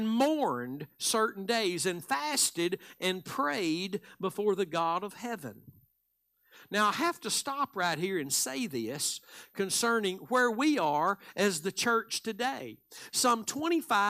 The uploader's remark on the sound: Live Sunday Morning Service